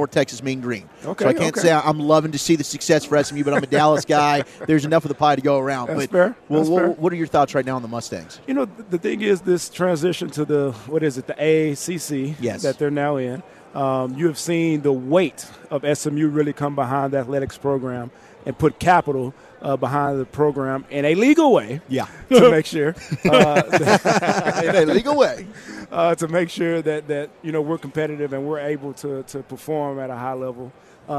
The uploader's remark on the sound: live from Super Bowl Radio Row